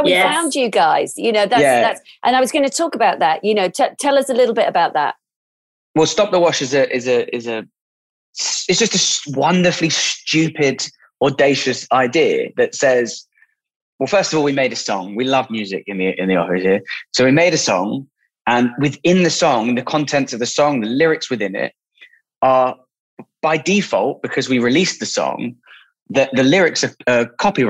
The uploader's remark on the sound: Our podcasts are recorded purely via online conferencing platforms.